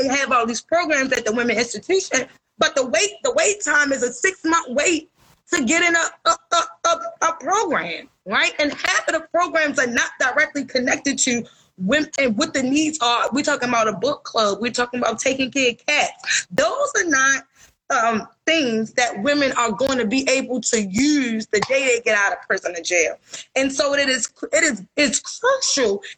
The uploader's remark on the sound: live on Instagram